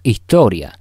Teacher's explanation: Decimos historia, aspirando la S. Otro caso es la palabra estaba, donde también va aspirada.